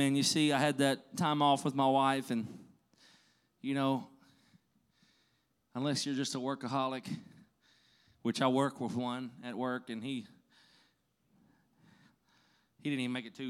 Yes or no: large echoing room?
yes